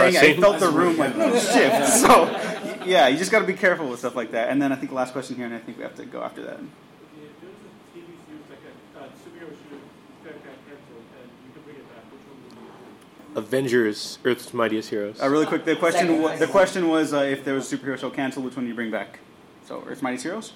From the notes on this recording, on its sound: Take the stage at their panel during LA Comic-Con. If you were unable to make it to the con, enjoy this recording of our panel!